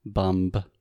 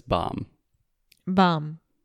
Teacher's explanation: And third thing, we don't pronounce the B · Shown in: second take · Term: silent B